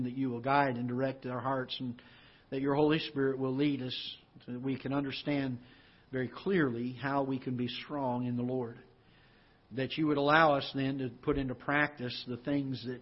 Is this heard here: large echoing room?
yes